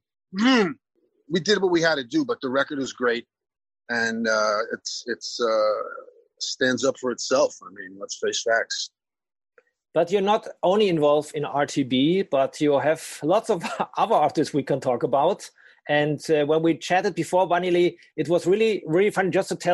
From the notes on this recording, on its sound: is waiting for us at the other end of the zoom line